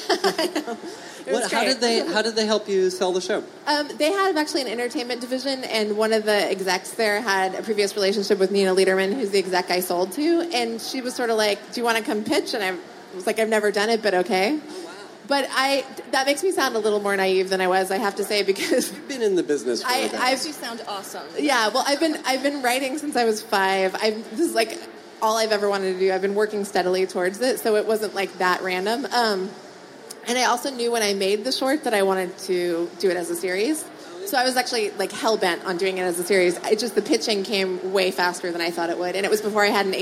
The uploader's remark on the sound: SXSW. Take questions from the audience.